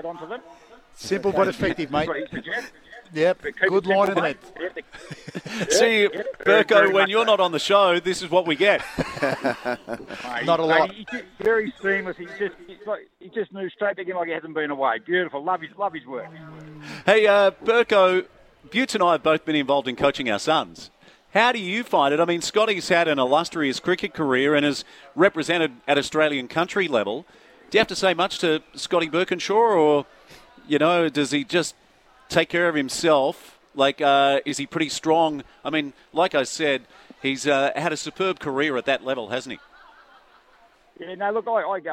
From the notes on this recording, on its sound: live from Toowoon bay surf lifesaving club for their annual ocean swim